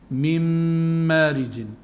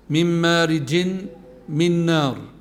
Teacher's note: وخلق الجان من مارج، نون ساكن أتى بعدها ميم، والميم من حروف الإدغام، فهذه النون أي نون؟ نون من، تدغم بميم مارج · Term: إدغام بغنة